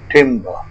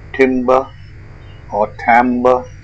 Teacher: Say timber or tambour with a stressed bid or bad vowel and follow with the first vowel of about. Stress pattern dardi.